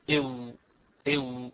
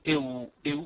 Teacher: ستجد أن الواو هذه خرجت من الشفتين معا لكن بانفتاحهما، إذا الشفتان هو الموضع الرابع من المواضع الخمسة التي هي يعني أصول أو هي التي تحوي المخارج. · Term: الواو غير المادية